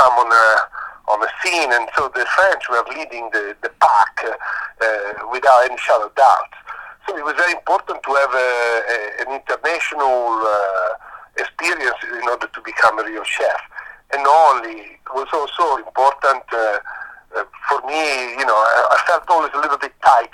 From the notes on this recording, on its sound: a phone interview